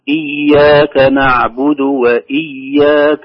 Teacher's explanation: وإياك وإياك، هكذا، أو تكون همزة مسهلة، نقول إياك نعبد وإياك بهمزة محققة في الأولى وفي الثانية